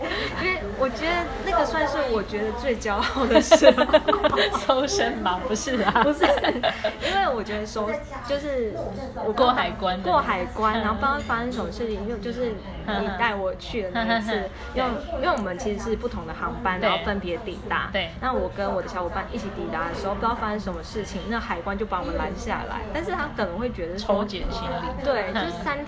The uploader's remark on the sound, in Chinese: 粗暴收音#背景吵雜。